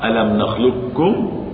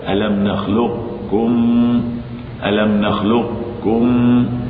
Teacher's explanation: وأما الرأي الثاني القليل إضغام ناقص بأن يترك استعلاء للقاف قبل الكاف · Shown in: second take